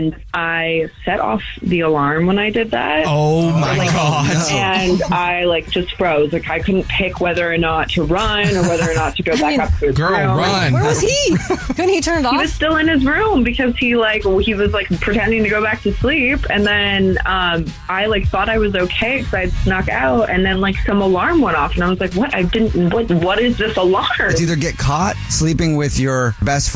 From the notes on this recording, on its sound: there is a woman on the phone